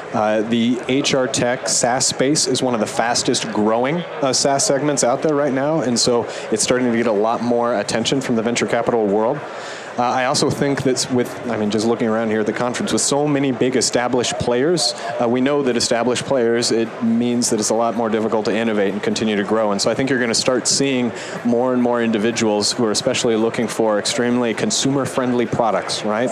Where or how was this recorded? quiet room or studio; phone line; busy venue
busy venue